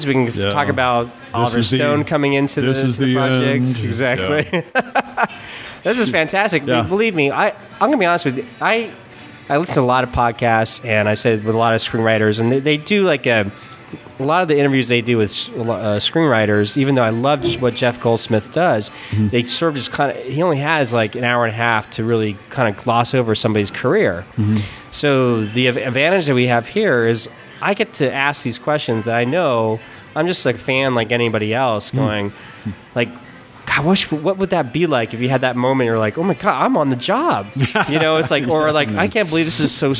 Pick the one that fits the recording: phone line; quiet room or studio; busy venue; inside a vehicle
busy venue